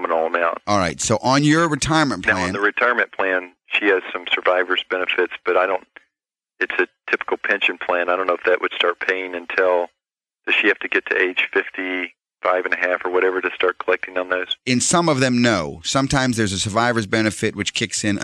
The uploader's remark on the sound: call-in show